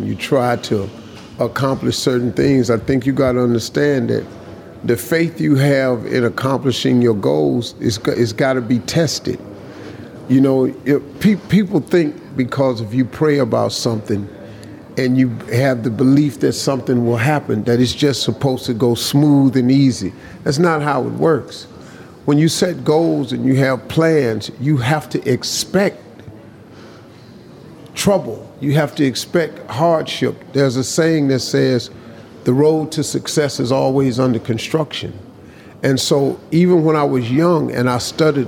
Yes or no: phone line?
no